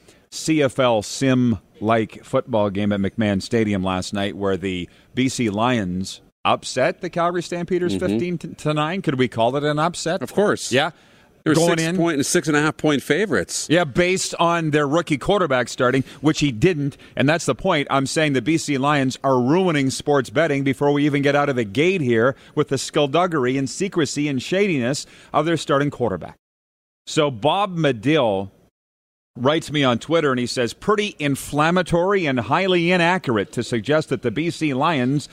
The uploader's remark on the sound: Live from Winnipeg! Joins us LIVE in Canada Life Place!